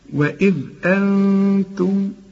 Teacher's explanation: نون بعدها التاء واخفه وغن